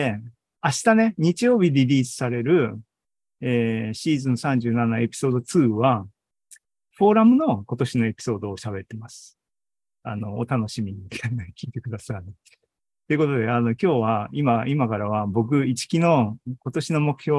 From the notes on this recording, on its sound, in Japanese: ２０２３年７月２９日に開催した ZOOMライブの模様です